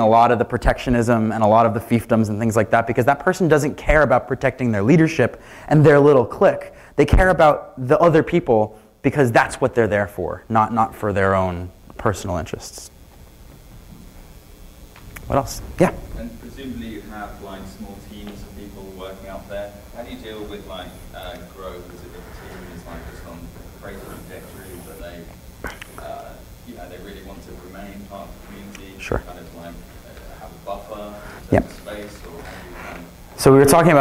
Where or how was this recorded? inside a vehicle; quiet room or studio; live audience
live audience